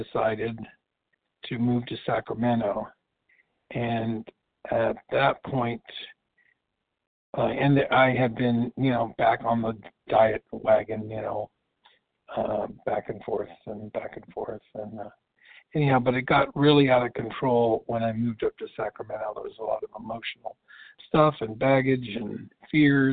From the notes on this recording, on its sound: qualification from the 100 Pounders Phone Meeting